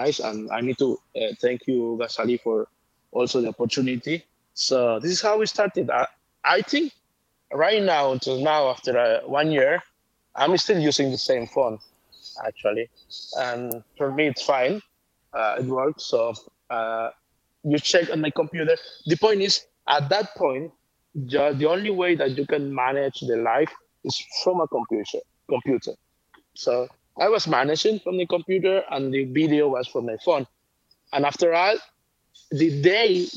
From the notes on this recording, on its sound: Clubhouse Live. Today's episode is a Clubhouse recording of a conversation.